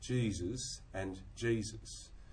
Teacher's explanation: The starting point is subtly, subtly different, and maybe the ending point as well, but there's certainly an on-glide, there's certainly a loose beginning · If you were to take a Cockney and Alabama speaker and have them say the word Jesus, you'd get probably from both of them some centering